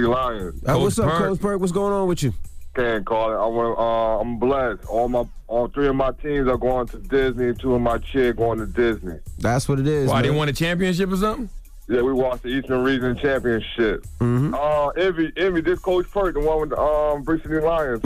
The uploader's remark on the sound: We opened up the phone lines to see if our listeners feel bad for him. We opened up the phone lines especially for the LGBTQ community, to hear their thoughts on the situation.